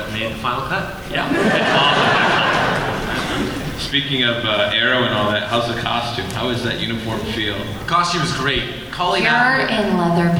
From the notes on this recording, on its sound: Bonus – Arrow panel NYCC 2012.